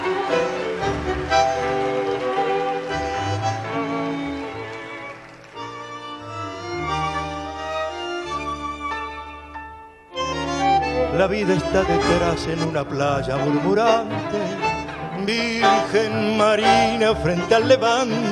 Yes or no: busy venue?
yes